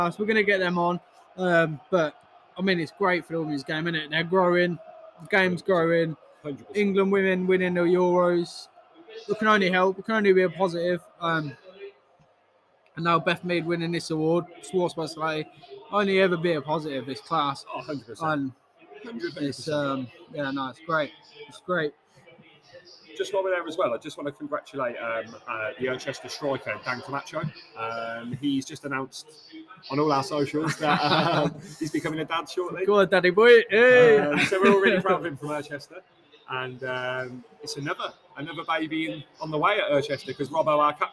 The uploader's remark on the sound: Record live from Jimmys Sports Bar. From Boughton.